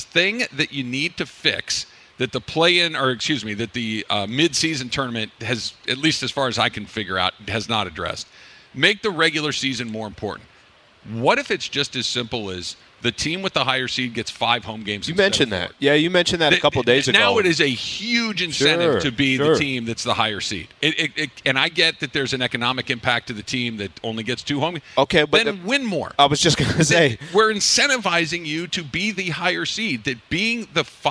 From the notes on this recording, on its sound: We're live from Commerce Casino!